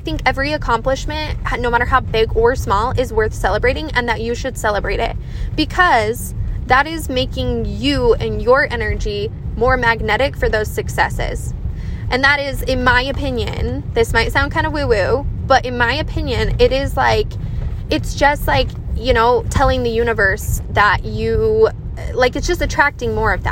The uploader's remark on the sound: This is a random mini episode coming to you from my car on a short drive.